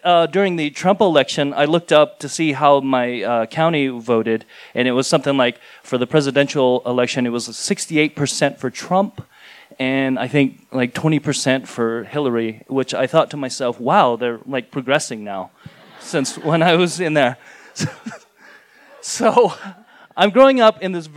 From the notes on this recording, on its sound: in front of a live audience on 16 May 2018 at Buntport Theater in Denver, Colorado